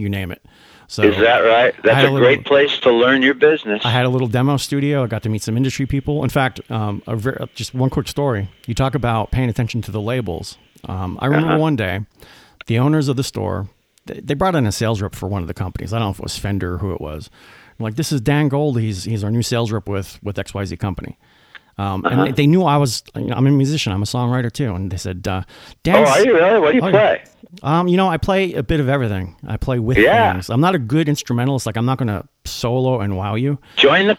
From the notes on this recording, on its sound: conducted a phone interview